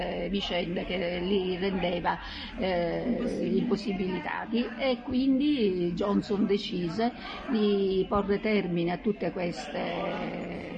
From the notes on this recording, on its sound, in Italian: Nonostante i rumori di sottofondo